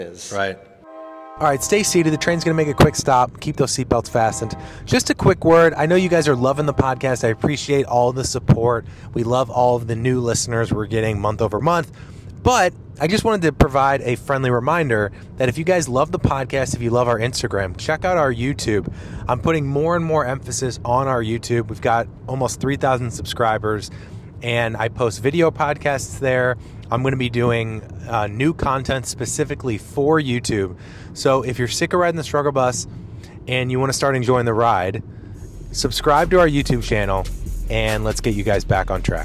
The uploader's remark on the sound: LIVE from the PGA Show